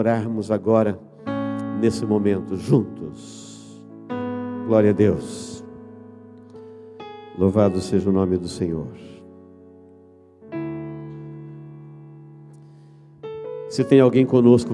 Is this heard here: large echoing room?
yes